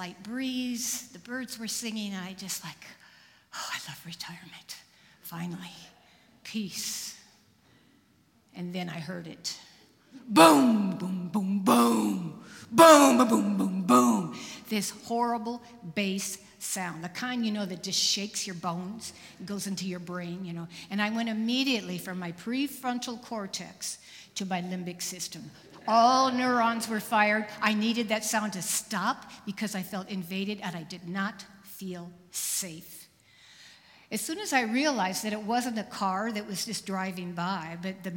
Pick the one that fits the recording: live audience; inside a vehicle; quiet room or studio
live audience